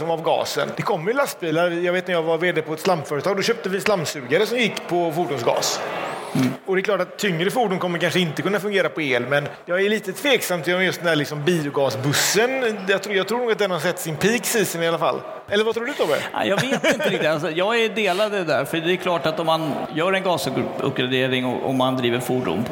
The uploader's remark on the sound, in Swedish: LIVE direkt från Innovationsscenen på VA-mässan den 29 mars. Första liveframträdandet.